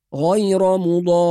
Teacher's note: نوضح التشديد في حرف الراء بما يسمى النبر، يعني نضغط على الحرف فنقول غير مضار بهذه الطريقة.